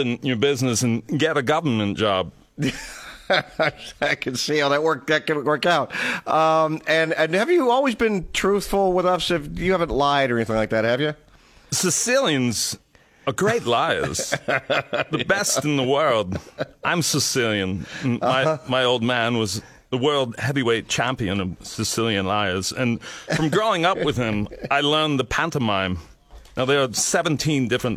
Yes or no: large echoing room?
no